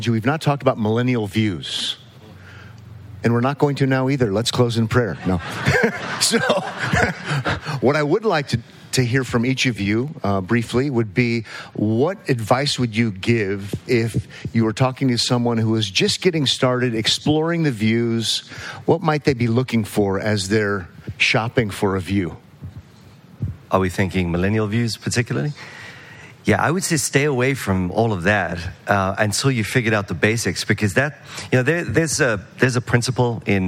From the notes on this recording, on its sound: This week’s episode is from the 2023 Pactum Conference. This is a Q&A session with speakers.